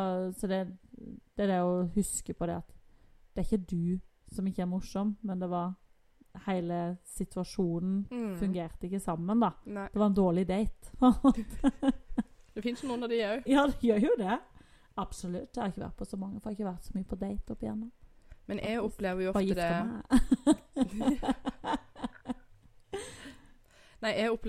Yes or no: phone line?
no